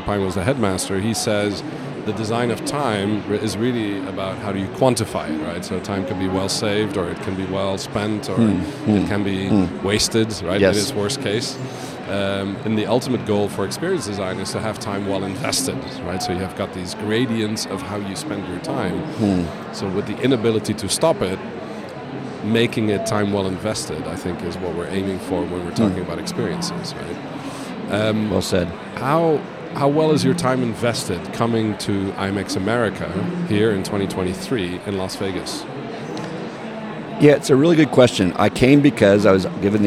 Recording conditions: busy venue